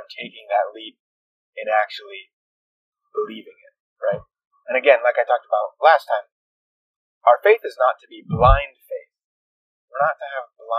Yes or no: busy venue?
no